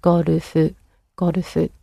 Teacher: So with golf, you're breaking it down into a consonant vowel sound, ゴルフ, and each of those sounds, apart from the go, the other two are followed by an u sound